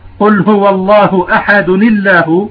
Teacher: الدال هنا نقول فيها قلقلة لأنها صفة لازمة، لكنها قلقلة نسبية